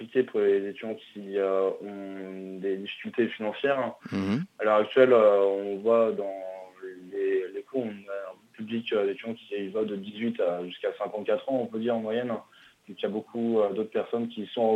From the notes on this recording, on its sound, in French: répond à nos questions par téléphone.